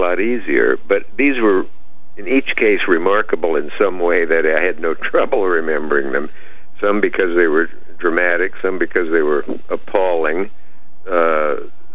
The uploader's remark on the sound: Called in to talk.